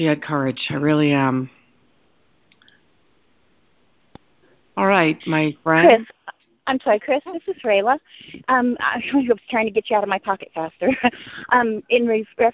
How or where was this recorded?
phone line